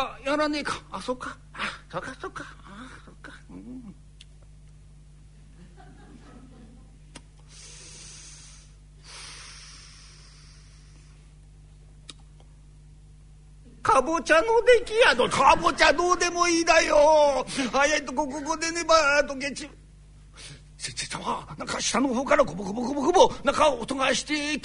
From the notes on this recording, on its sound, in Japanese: 今回は築地本願寺・ブディストホールにて収録した健康落語『夏の医者』をお聞きいただきます。